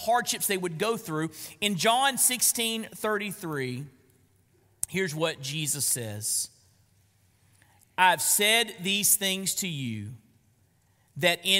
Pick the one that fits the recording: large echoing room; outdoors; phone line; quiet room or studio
large echoing room